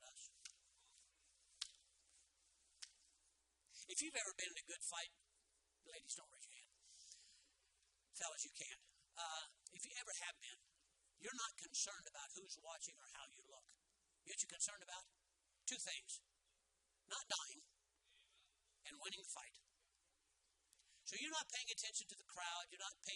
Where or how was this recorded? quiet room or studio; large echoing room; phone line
large echoing room